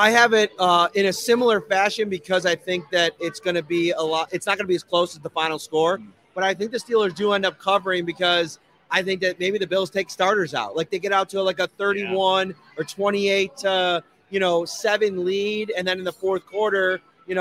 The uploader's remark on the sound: live at Imperial Pizza in South Buffalo